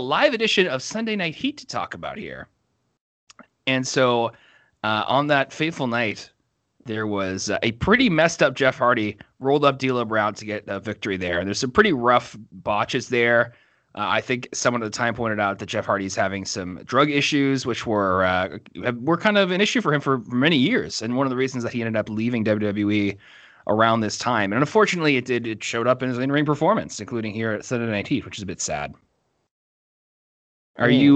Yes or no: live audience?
no